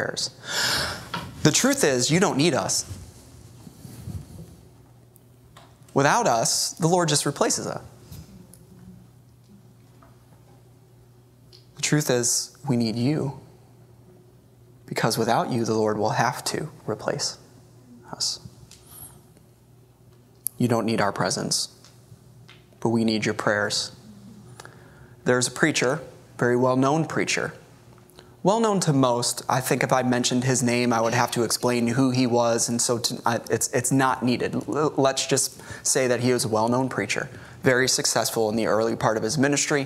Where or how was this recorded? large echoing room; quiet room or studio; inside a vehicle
large echoing room